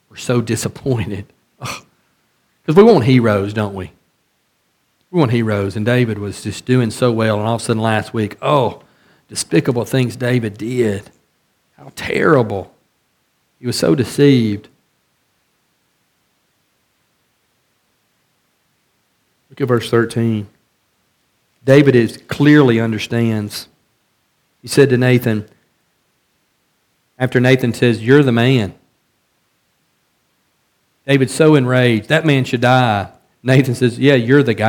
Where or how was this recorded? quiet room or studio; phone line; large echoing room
large echoing room